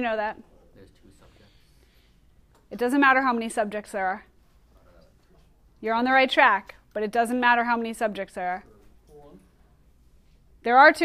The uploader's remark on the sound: Recorded in class on 10/28/19